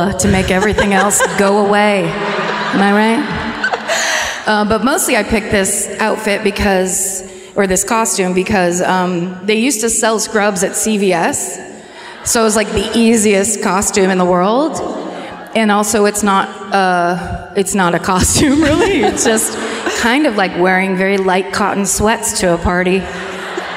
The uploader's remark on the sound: Live at the Microsoft Theater in Los Angeles